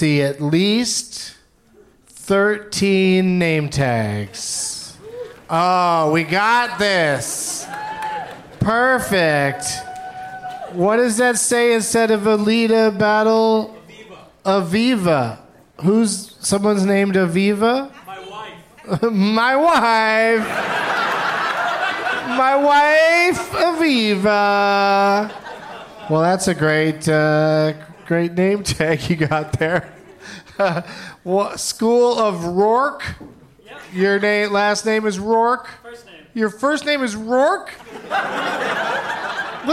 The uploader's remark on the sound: Live from Largo in LA